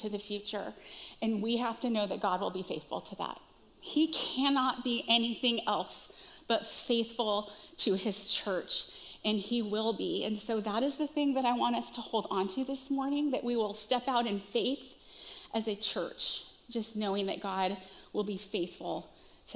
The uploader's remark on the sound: Recorded live at CrossWinds Church on Jan 7th, 2024